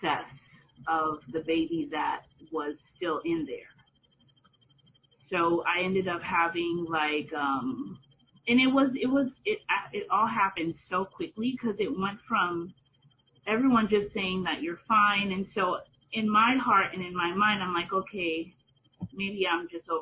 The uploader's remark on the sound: I am having a vent session with some of my friends via zoom